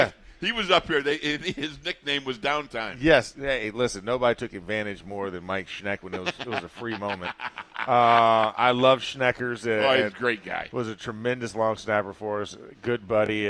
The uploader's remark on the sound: Live from Steelers Camp Day 15